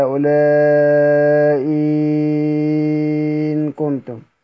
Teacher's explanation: إذا أبدلت الثانية مد وقع بعده ساكن زيد في المد لالتقاء الساكنين، زي ما قرأنا كده هؤلاء إن كنتم، فإن لم يكن بعده ساكن لم يزد على ما فيه.